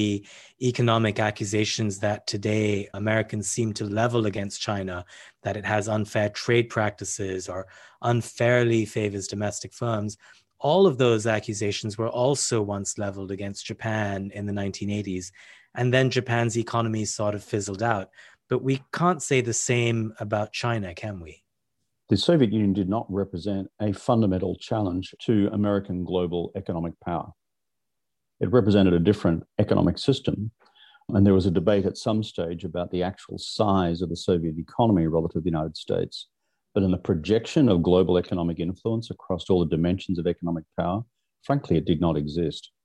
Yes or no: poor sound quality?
no